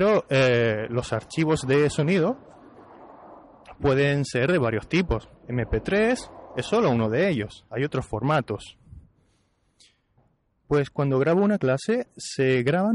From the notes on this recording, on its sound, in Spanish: Estoy en la calle –no sé si lo notarás por el ruido. Estoy en la calle haciendo un par de vídeos para la página, para las redes sociales. Ya que estoy grabando diferentes cosas y tengo la grabadora aquí conmigo, pues voy a intentar grabar un episodio improvisado.